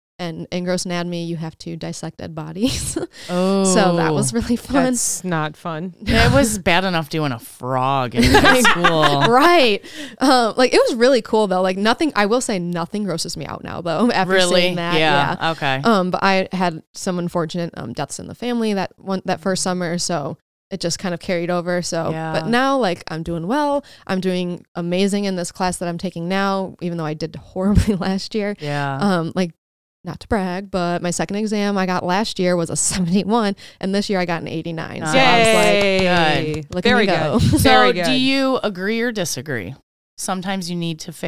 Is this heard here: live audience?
no